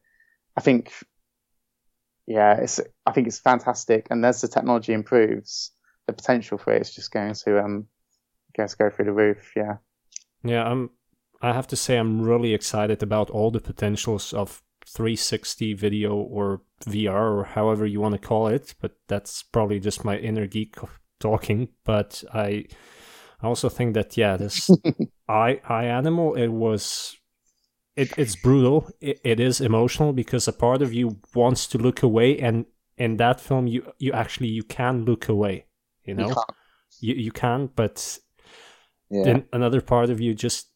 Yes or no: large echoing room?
no